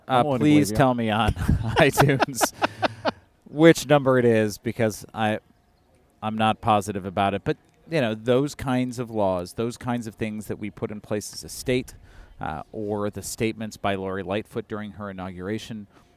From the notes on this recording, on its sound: it was great weather to be in Half Acre’s Balmoral beer garden.